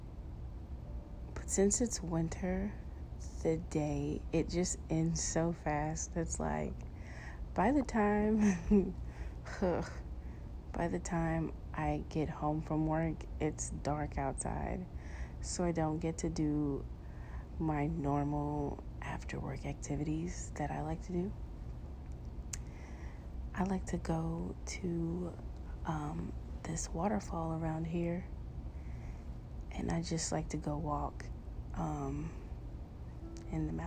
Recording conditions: sounds in the background